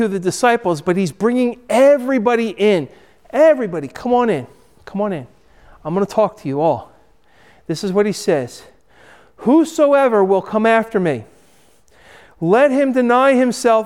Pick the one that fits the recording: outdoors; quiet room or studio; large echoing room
large echoing room